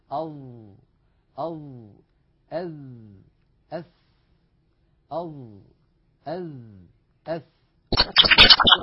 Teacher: الظاء والذال والثاء تخرج يا إخوة من منتهى طرف اللسان مع أطراف الثنايا العليا، نضع طرف لساننا على طرف أسناننا العليا، هذان الثنيتان اللتان في مقدمة الفم. · Term: حروف لسوية